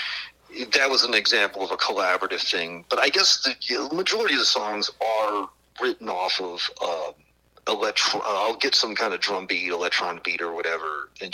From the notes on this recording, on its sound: burnt the phones down to the New Orleans/Ocean Springs area